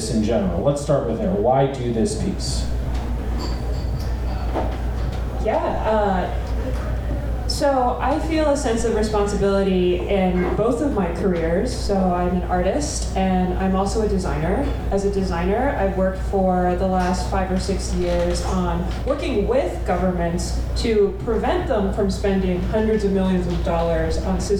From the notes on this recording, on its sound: Live at The Wonderland Ballroom. Washington, D.C.